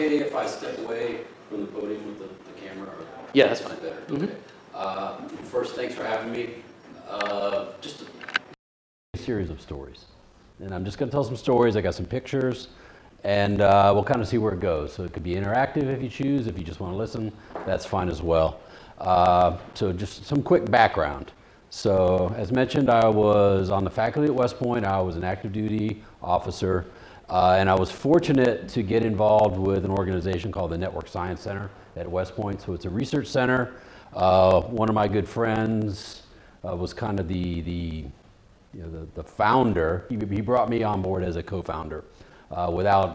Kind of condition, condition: setting, live audience